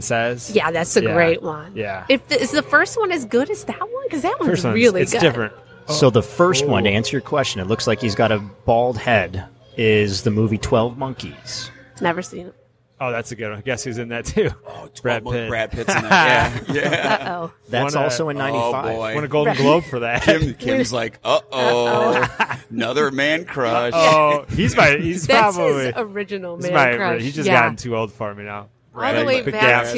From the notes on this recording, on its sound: Live from Emagine Theater for the re-release of Die Hard 30th anniversary. The crew interviews Die Hard fans entering the theater.